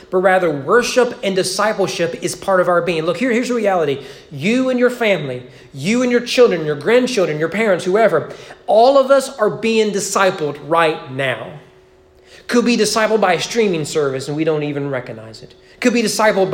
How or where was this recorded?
large echoing room